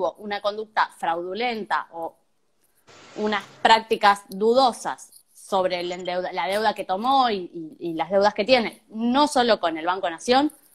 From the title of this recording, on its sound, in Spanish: Entrevistas de cuarentena por Instagram Live